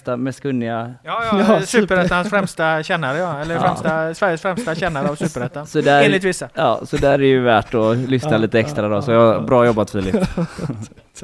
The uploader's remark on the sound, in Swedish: har packat ihop poddutrustningen och tagit sig till Gamla Ullevi för livepodd.